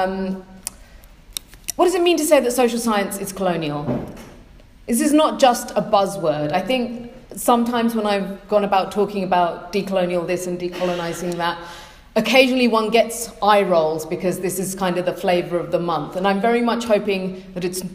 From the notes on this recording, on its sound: a recording of a keynote address given on March 16th 2017 at the AFK-EUPRA Joint Conference